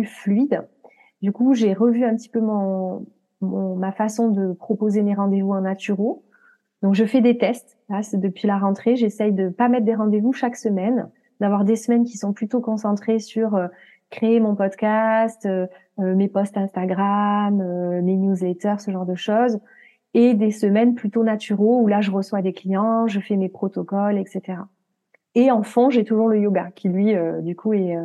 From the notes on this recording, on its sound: Live instagram